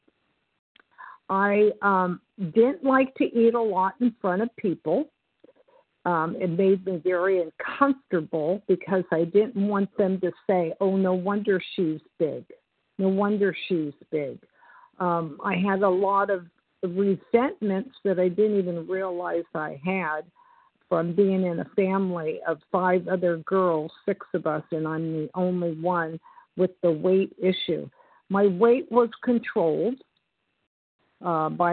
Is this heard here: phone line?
yes